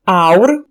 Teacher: Româna modernă păstrează diftongul AU, de exemplu în cuvântul aur, pe care restul limbilor romanice l-au comansat într-un singur sunet.